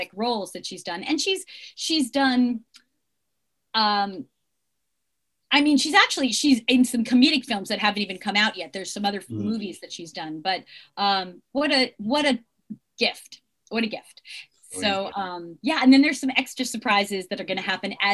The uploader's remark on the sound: a very special Mad Bros Media Zoom Podcast